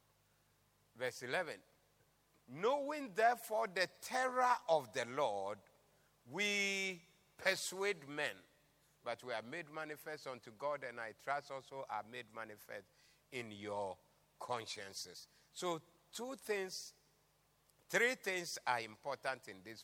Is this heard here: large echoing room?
yes